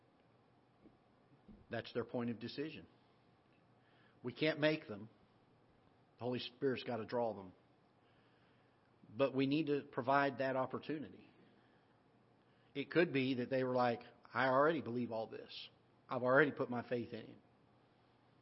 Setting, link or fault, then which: setting, large echoing room